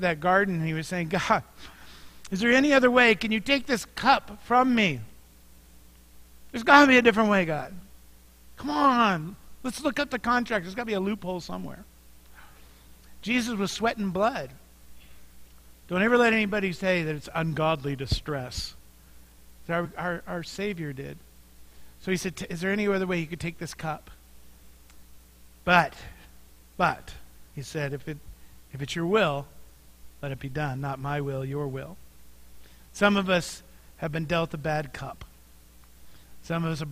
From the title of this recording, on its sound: Mt. Zion Church Live!